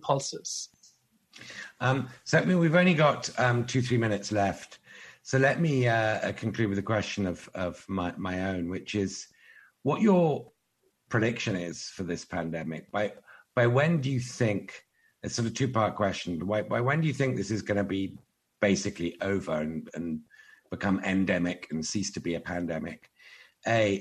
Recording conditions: video call